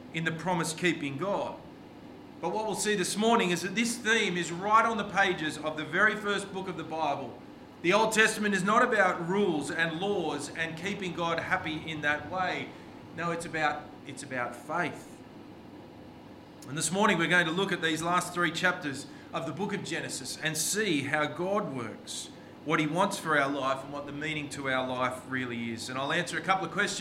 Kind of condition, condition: setting, large echoing room